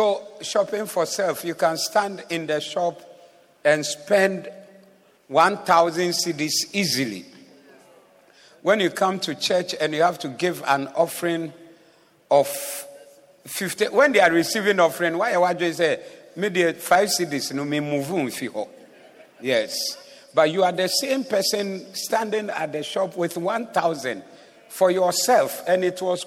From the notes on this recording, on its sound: Preached at the Zeloo Service on 03072022